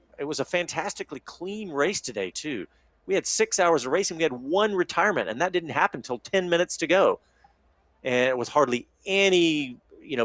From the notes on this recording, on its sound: Live post-race coverage from Circuit of The Americas as World Endurance Championship racing comes to a close.